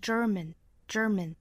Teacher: 也就是里面这个元音是一个中元音，是弱读音